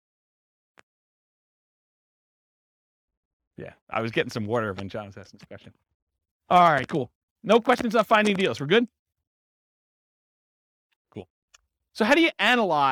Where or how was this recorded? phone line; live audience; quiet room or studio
live audience